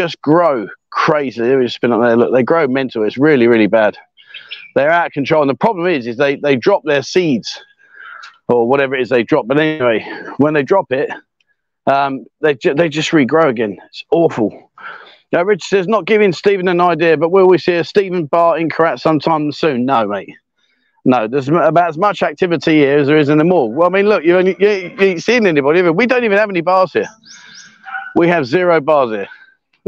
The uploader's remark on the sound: LIVE walkabout but not in Pattaya